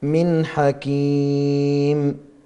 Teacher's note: إظهار حلقي نون ساكنة جاء بعدها حاء